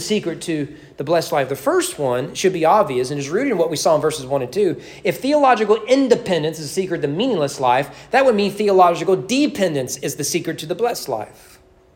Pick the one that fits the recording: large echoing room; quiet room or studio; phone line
large echoing room